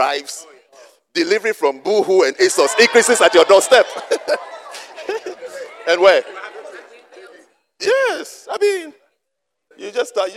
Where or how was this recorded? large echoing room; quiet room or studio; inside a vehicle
large echoing room